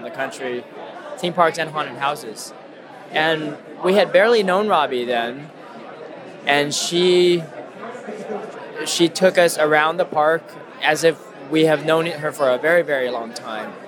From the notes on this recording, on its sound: The audio was taken from our 2018 event The Seasonal Attraction Leadership Symposium.